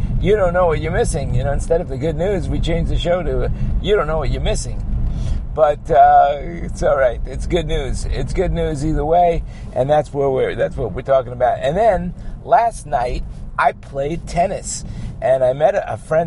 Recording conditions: inside a vehicle